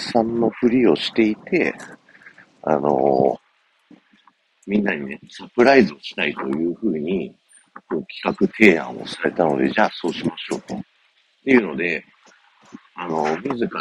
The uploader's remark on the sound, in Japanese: 風強強音質×。風強い中で話しているので音質がクソ悪いです。